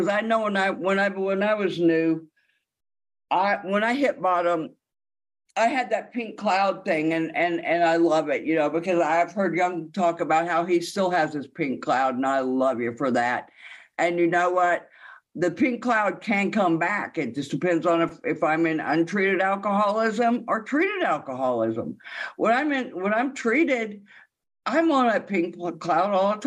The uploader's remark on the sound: this speak is from the Sunday Sheffield As Bill Sees it zoom meeting from just a few days ago on NYE '23 in the UK.